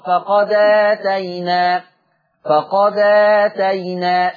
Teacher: شوفوا الهمزة بتاعت آتينا مفتوحة وقبلها دال، أنا بقول قبلها مش بعدها، قبلها دال ساكنة، يبقى هشيل الفتحة بتاعت هشيل الهمزة هشيلها خالص واخد الفتحة بتاعت الهمزة حطها على الدال · Term: نقل حركه الهمزه